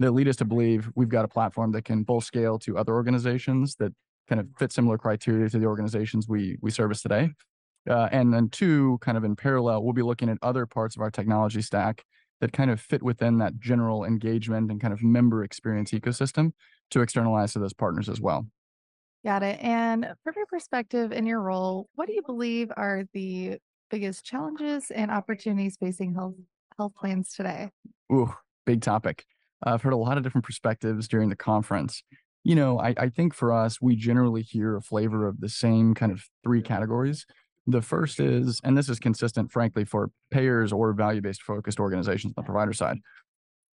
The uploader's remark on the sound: This episode recorded live at the 2023 Becker’s Payer Issues Roundtable in Chicago.